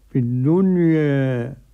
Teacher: وقرأ أبو عمرو بالتقليل قولا واحدا